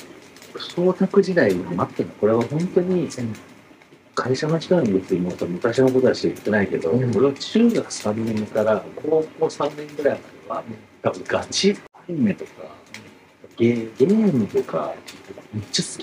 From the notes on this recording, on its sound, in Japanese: 外で録音したので今回と次回の音声が激悪です。